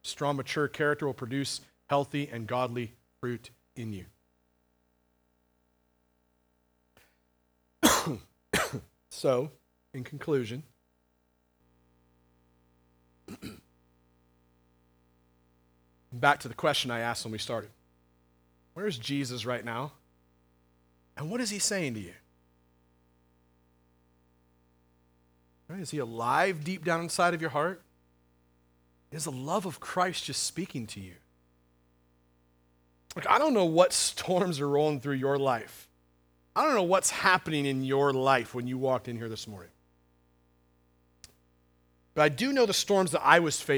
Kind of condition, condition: setting, large echoing room